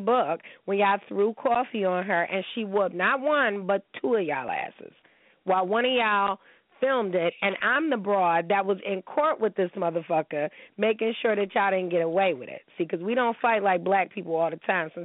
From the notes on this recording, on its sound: He is going to be calling in from Houston to tell me whats been going on.